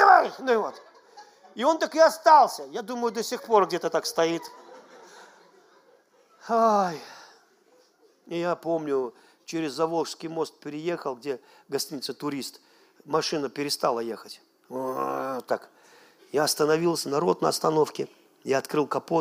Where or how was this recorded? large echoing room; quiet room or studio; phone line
large echoing room